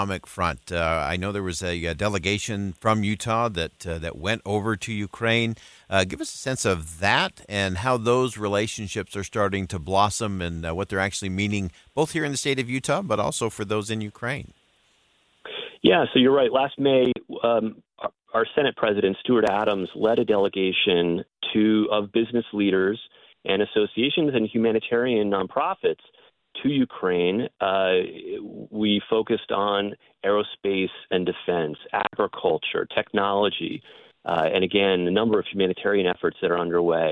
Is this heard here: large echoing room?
no